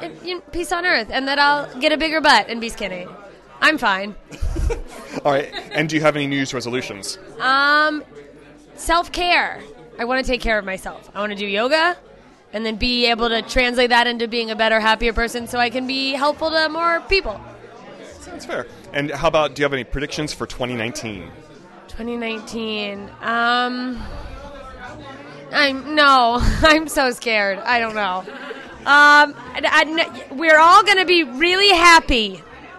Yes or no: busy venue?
yes